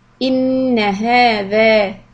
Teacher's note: Stretch ha and thal equally. 2 harakat.